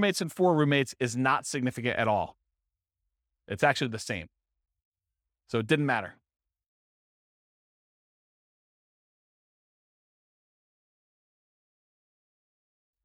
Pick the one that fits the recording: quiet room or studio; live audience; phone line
live audience